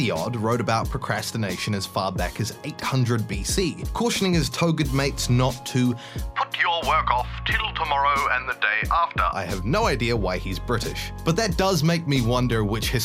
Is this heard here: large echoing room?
no